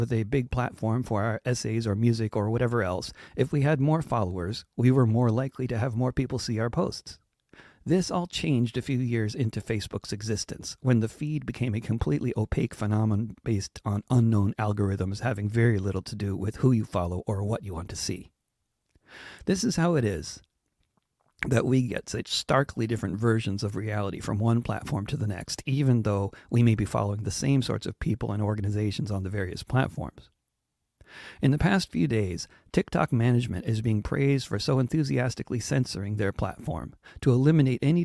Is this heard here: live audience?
no